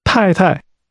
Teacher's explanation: That's pronounced with two falling tones.